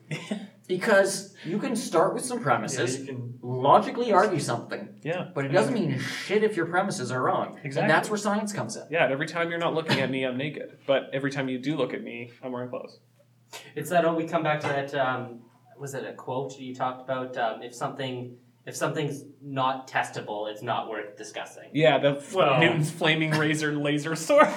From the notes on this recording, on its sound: We apologize for the sound, the room we had was terrible.